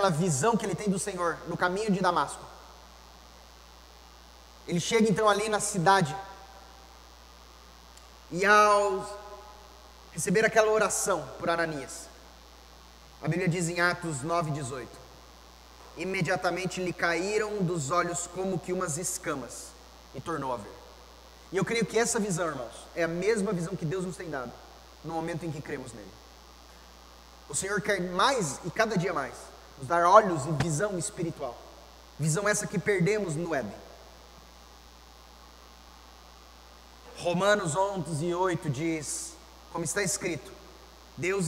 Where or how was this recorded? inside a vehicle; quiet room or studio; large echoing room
large echoing room